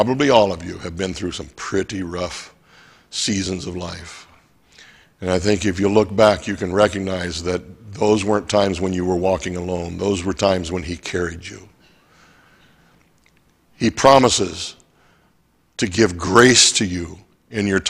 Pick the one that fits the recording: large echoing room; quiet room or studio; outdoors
large echoing room